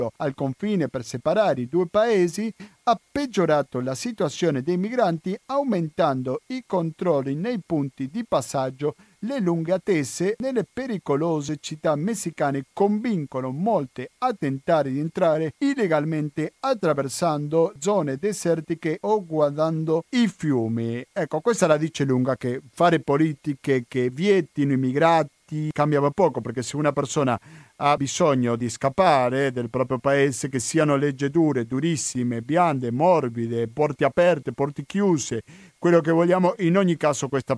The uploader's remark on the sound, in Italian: Al telefono